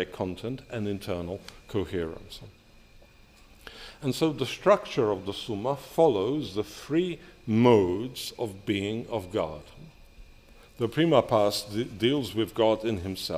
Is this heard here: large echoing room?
yes